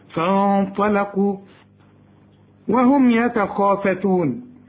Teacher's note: هنا الميم ساكنه ما تغنهاش